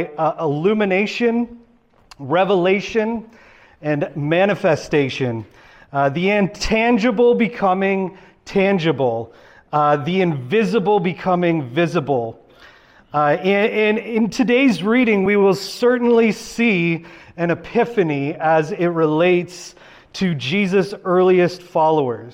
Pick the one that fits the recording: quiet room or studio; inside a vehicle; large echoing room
large echoing room